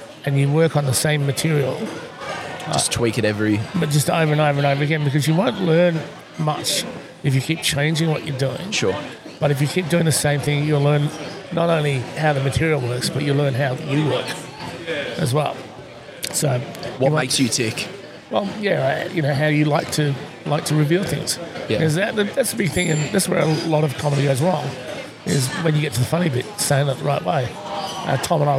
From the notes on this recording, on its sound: Today we ventured outside the studio. At the Shepparton Brewery prior to there comedy gig.